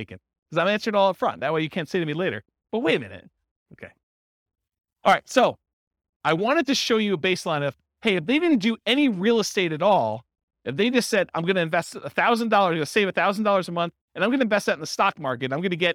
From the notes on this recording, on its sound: This was a live class recorded